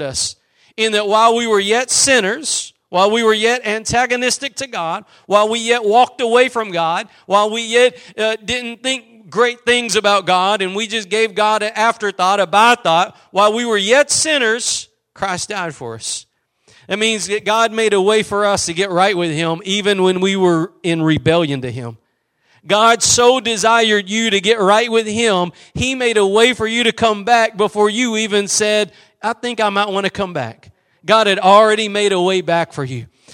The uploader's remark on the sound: Preached at Gospel Lighthouse in Bossier City, La.